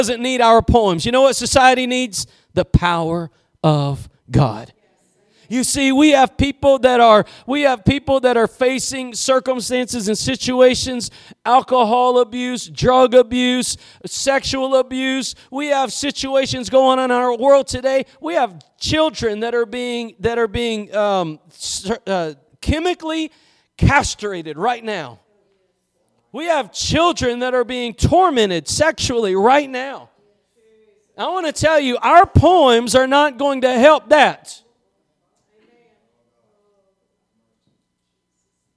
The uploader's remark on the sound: Preached at Gospel Lighthouse in Bossier City, La.